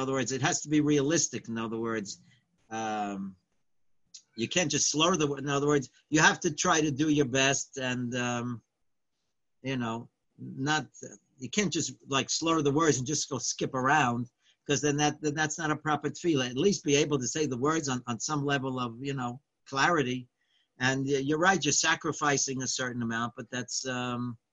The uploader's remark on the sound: Live On Zoom.